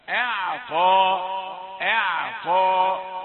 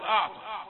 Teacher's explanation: لا همزة رقيقة والعين رقيقة أيضا ثم بعد ذلك تأتي الطاء مفخمة · Shown in: first take